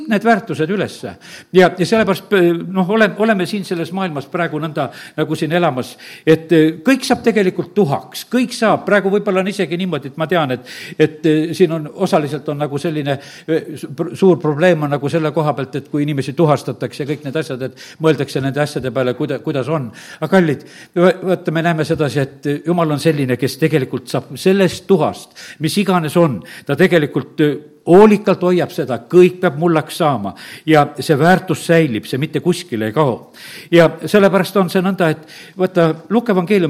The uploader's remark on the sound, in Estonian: Audio salvestus koosolekult